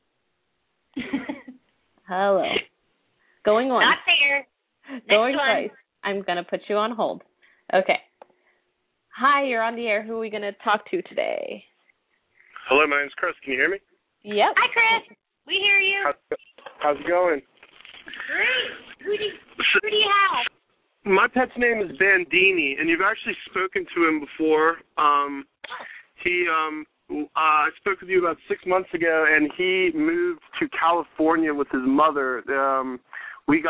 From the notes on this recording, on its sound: open up the lines for listeners to call